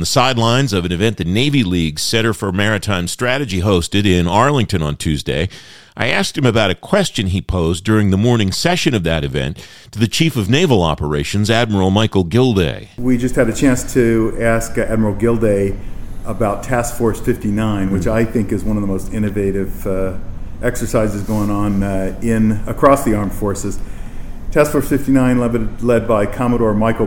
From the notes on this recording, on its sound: In this exclusive conversation on the sidelines of an event the Navy League’s Center for Maritime Strategy co-hosted in Arlington Tuesday.